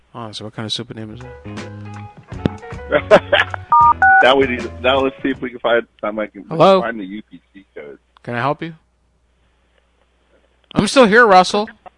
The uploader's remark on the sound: live prank call shows